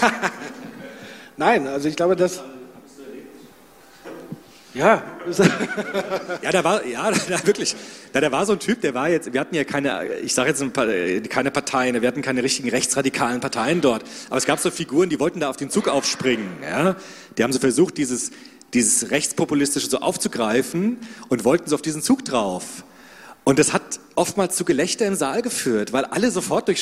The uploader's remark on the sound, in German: Soziopod Live. Im zweiten Teil öffnen die beiden dann die Bühne für das Publikum in Form einer Fishbowl. Dann wird gemeinsam über das Themenfeld diskutiert.